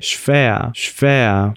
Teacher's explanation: Note que eu faço o som de sh, mais um F.